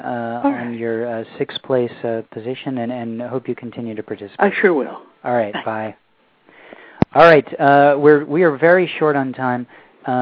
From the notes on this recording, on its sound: We also had several poets who scored in the top 10 spots call in and share their winning poems after their names were announced.